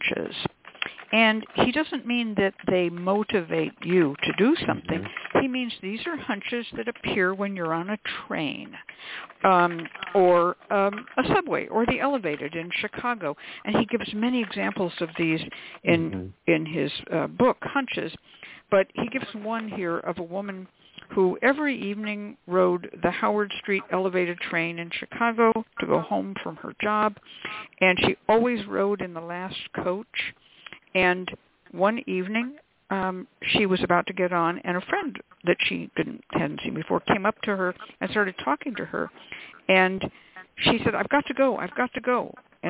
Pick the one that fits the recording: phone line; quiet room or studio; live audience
phone line